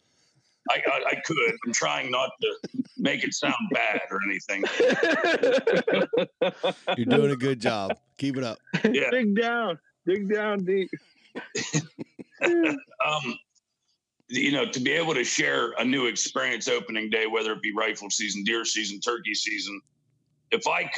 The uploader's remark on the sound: The crew embraces the isolation with our first attempt at a fully remote podcast through Zoom.